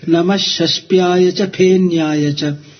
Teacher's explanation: Shashpya, it's not Shashpya, but Sha Sha. You're supposed to roll the tongue inward. Then you get the second Sha.